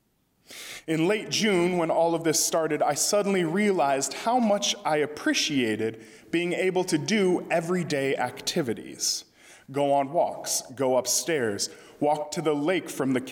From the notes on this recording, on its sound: during the Sunday December 27, 2020 service, at First Presbyterian Church of Arlington Heights, Illinois.